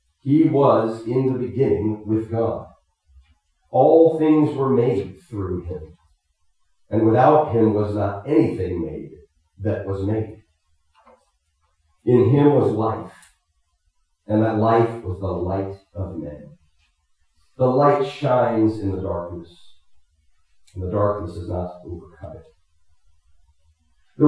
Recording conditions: poor sound quality